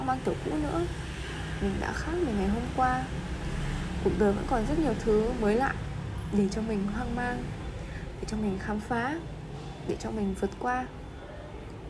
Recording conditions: background noise